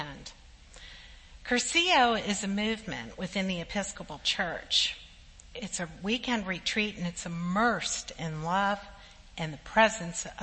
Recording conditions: large echoing room